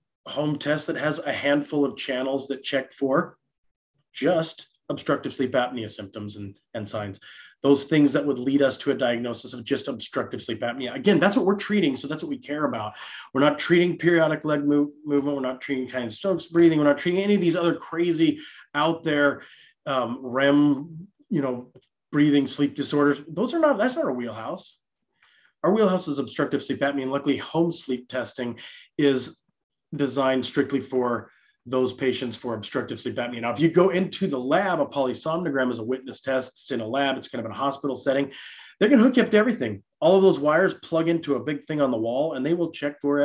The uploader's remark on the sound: This live interactive webinar